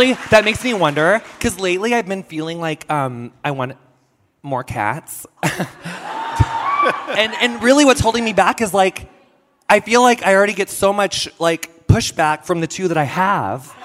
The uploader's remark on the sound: Recorded live at Vulture Fest.